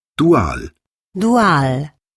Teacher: dieser Diphthong, ua, der das U mit dem A kombiniert